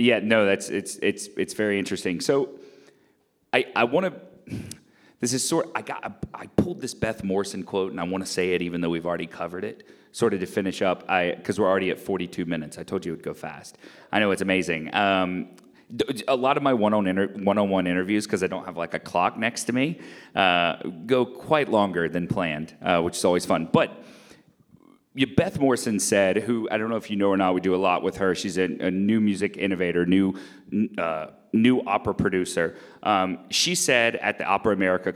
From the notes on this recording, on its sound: Taped in front of a live audience at Los Angeles Opera!